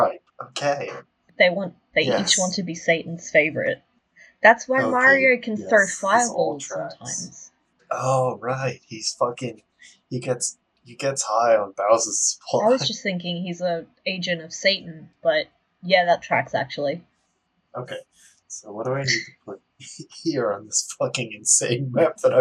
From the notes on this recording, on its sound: we've gotten better equiptment since recording this, so future episodes will sound much better